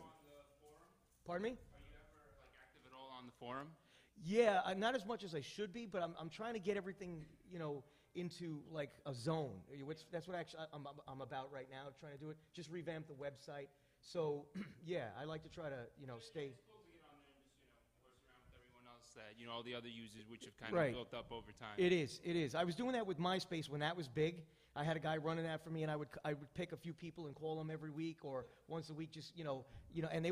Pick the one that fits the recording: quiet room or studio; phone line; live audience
live audience